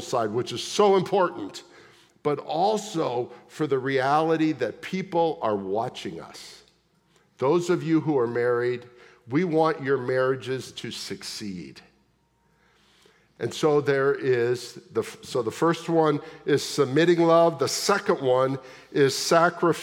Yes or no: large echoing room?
yes